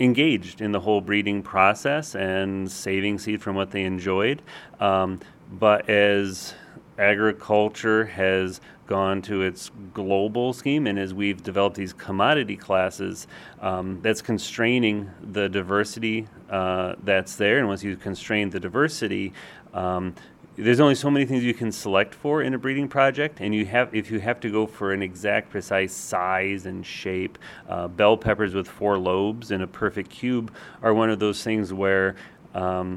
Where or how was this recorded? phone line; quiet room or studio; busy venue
busy venue